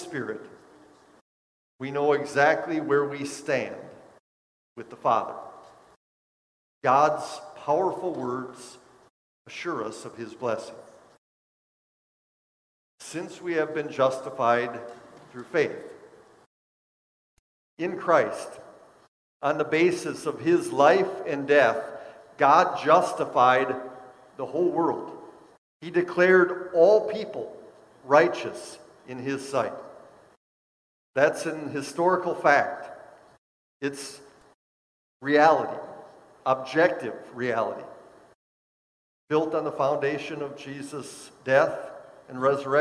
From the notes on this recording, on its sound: Bethany, Appleton, WI. Preached this sermon at Bethany's Sunday worship.